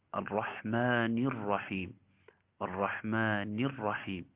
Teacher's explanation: الراء من الرحيم مشددة، فحاول تكمل لها شدتها